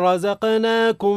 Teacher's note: الراء هنا مفخمة متحركة بالفتح